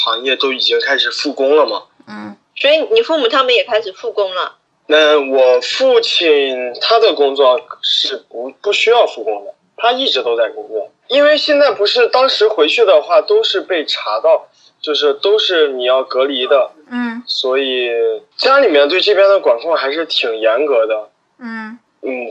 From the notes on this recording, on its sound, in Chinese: 本期【扩音器】通过电话录音完成的，音频质量可能稍微欠缺，尽请谅解